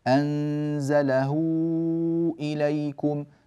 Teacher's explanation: فإن جاء بعد الهاء همز مددناها كالمنفصل 4 أو 5 حركات وتسمى صلة كبرى. وهذه هذا مثال لديكم، أنزله هاء مضمومة فوصلناها بواو وهي ممدودة كما تلاحظون، عليها علامة المد.